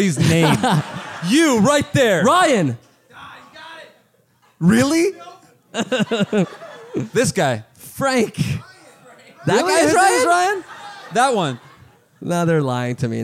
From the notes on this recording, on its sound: Live in Austin, TX! Live from SxSW.